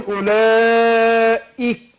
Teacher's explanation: ابين الكسر بتاع الهمزه بعد تحقيقها وهمس الكاف، اولئك كده.